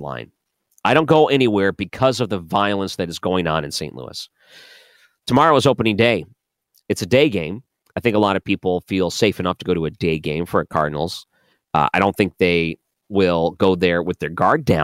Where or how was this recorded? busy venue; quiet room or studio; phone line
quiet room or studio